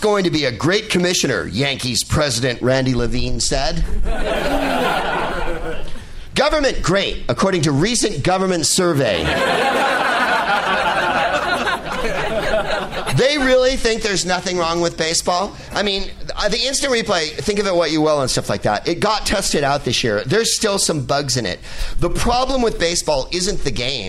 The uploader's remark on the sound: Live from the Punchline in Sacramento